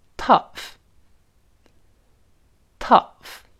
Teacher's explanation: 注意，这里 O U 还是发倒 V 字的这个 a